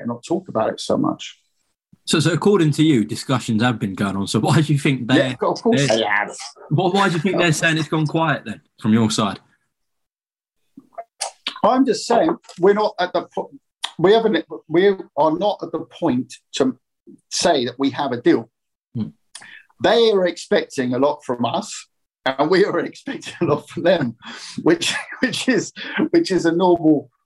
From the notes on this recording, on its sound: VIA ZOOM